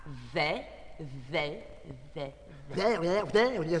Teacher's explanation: Зубы слегка раздвинуты, язык между зубами, дыхание на кончик языка.